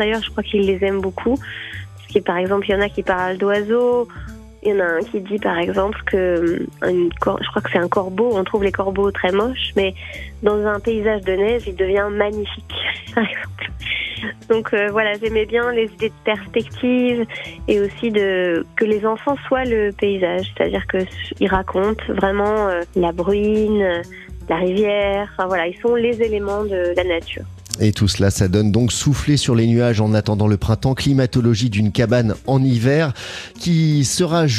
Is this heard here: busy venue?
no